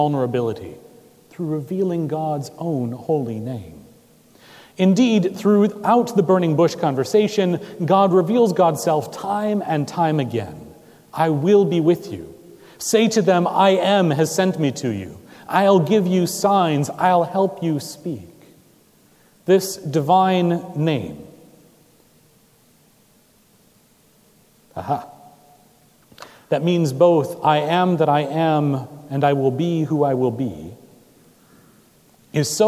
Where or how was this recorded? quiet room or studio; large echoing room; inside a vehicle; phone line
large echoing room